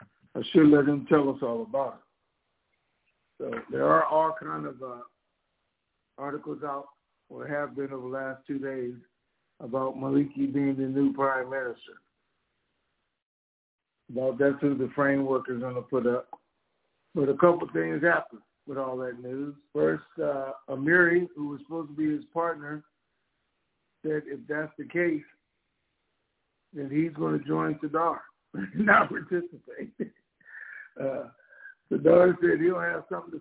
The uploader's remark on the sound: TNTSuperfantastic Conference Call